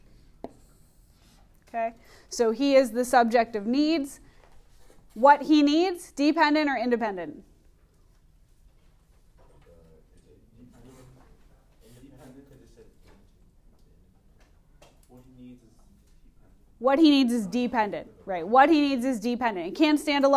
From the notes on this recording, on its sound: Recorded in class on 11/5/19